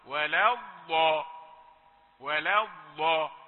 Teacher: خفف الضغط على مخرج الضاد لتكون ضادا رخوة. ولا الضاء ولا الضاء، هذه الضاد ليست لثوية وليست شديدة.